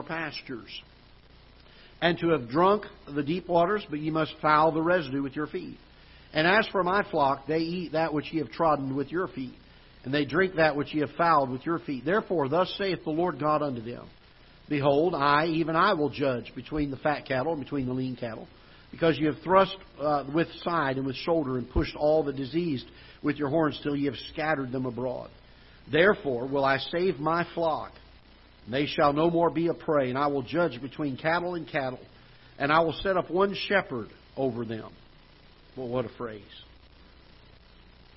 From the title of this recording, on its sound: Ketha Heights Baptist Church ~ Live Broadcast